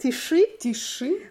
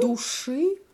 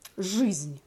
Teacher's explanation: obwohl es mit I geschrieben wird, wird es als Ö ausgesprochen, also dunkel · Term: hard consonants